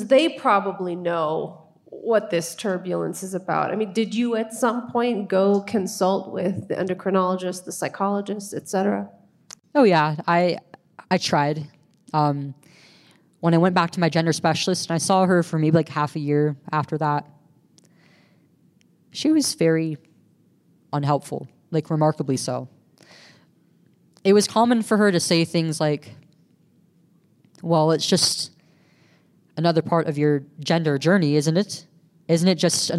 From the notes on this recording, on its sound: Live from Denver. Recorded live from Genspect’s The Bigger Picture Conference in November 2023 from Denver, CO, USA with special guest in-person appearance.